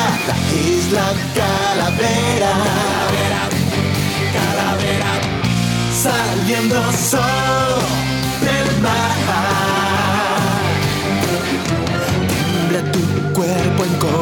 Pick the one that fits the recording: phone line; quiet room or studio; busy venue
busy venue